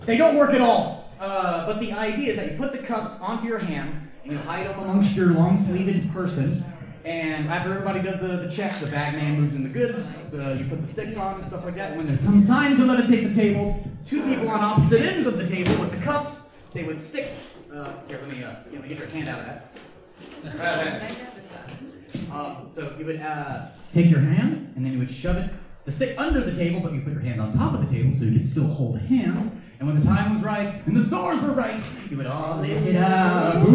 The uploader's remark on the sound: Wild Wild West Con 11 Panel. 11pm Saturday night in Ballroom H.